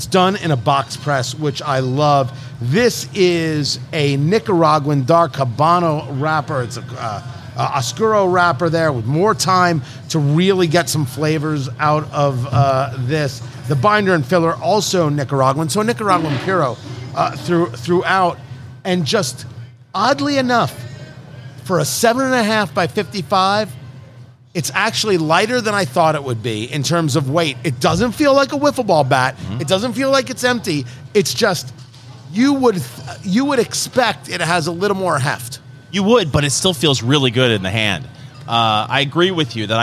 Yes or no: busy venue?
yes